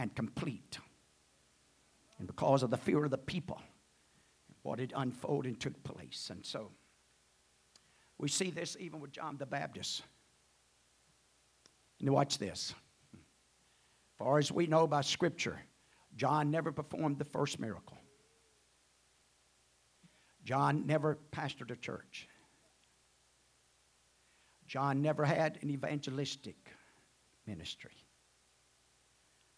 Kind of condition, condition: setting, large echoing room